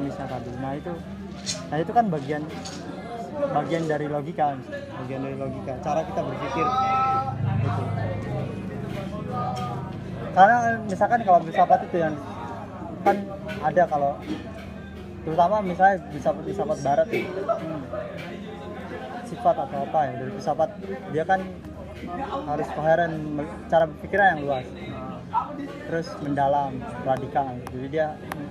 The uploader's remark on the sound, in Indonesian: Obrolan ini diabadikan di warung kopi dengan backsound keributan manusia.